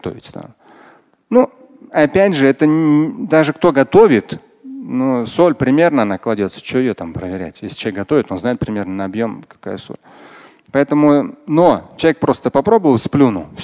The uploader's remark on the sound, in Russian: Фрагмент пятничной лекции.